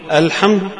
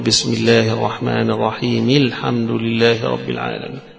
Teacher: يعني أقول لك إذا بدأت بالحمد تقول الحمد، الحمد صارت همزة قطع، لكن إذا وصلتها بما قبلها رجعت لأصلها، يقول بسم الله الرحمن الرحيم الحمد لله رب العالمين هكذا.